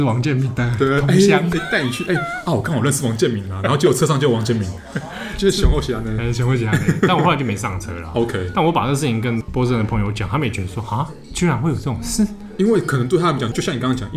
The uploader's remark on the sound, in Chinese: 本集白噪音指數：柔風級 3/5。剛踏入這家文具店錄音時，原本以為現場不太能打擾到其他客人，而輕聲細語了一分多鐘，但後來——後來就放開來聊哩。錄音地點：直物文具 Café。